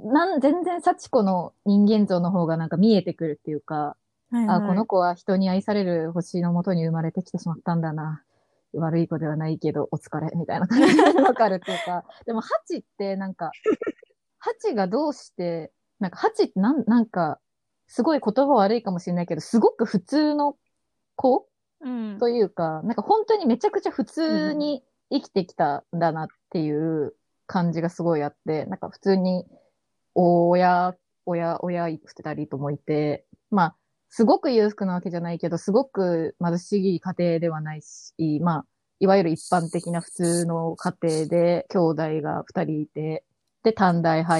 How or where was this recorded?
video call